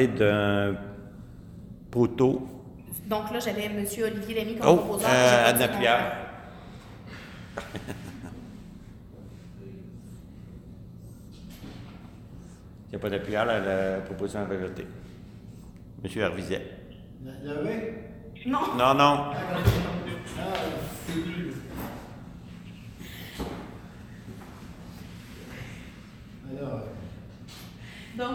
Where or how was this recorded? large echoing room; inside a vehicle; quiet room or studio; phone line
large echoing room